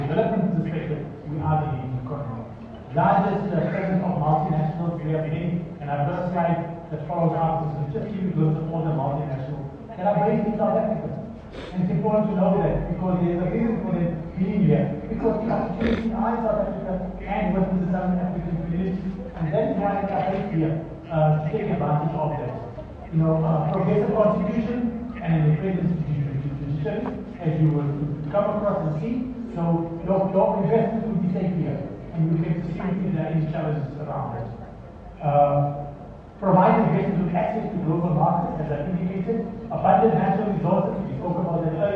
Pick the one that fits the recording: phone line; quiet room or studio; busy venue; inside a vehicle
busy venue